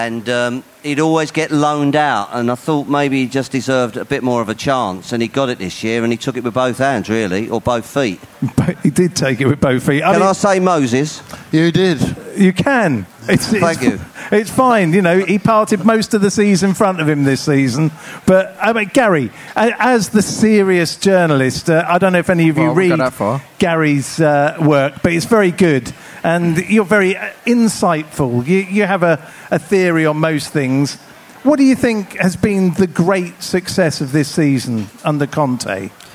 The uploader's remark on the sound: On tonights podcast we bring you the show live from Under The Bridge!